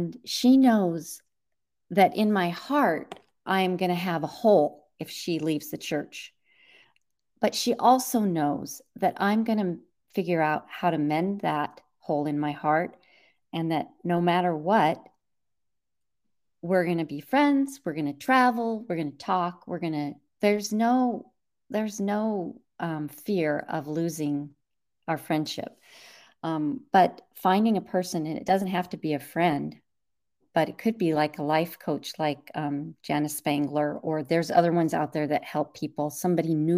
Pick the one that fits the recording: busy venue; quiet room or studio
quiet room or studio